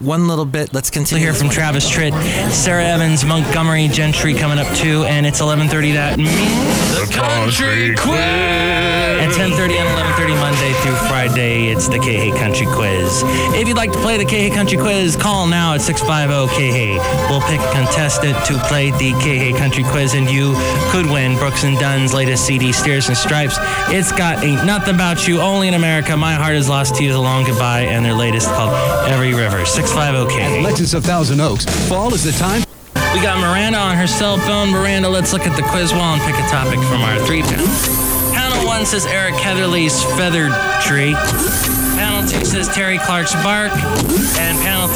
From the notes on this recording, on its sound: podcasts live from Café Anyway